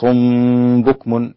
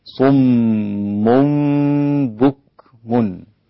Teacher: طبعا صم، أدي عندي غنة، خلاص غنة الميم المشددة، صم بكم، غنة تانية الميم مع الباء إخفاء مع الغنة، يبقى عندي غنتين ورا بعض، انتبه هي مش غنة واحدة · Shown in: second take · مش صم بكم، لا صمم بكم.